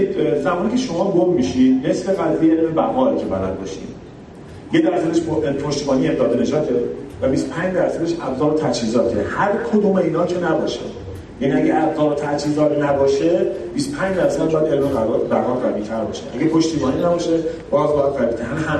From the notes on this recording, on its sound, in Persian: پادکست کارگاه بقا در طبیعت سومین جشنواره بینالمللی کامکس. رادیو آهنگ سفر در طول این نمایشگاه حضور فعالی داشت و در طی این نمایشگاه پادکستهایی را ضبط کرد.